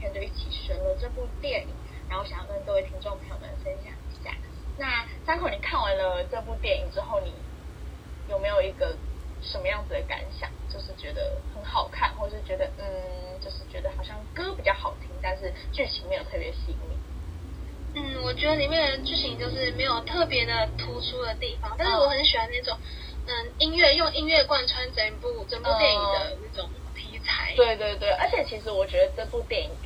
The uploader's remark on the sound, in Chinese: 本集因收音問題，有點雜訊